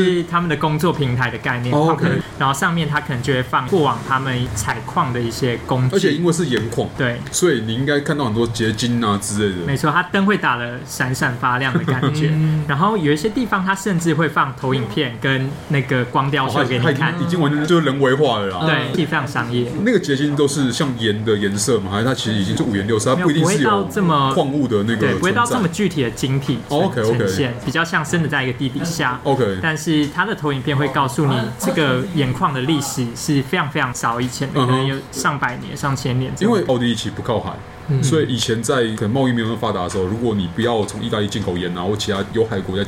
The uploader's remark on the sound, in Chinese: 本集白噪音指數：微風級 2/5。錄音地點： BUZZ Cafe & Beer。